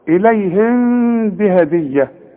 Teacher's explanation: الميم بدون تشكيل بعدها كلمة بتبدأ بالب، اذا برضو حخفي وغن